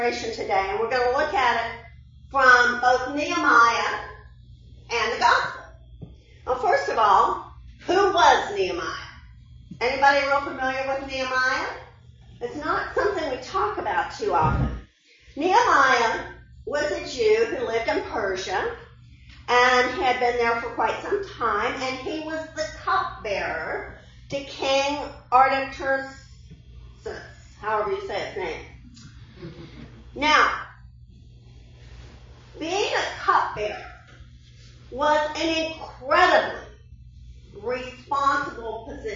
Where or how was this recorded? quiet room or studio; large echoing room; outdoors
large echoing room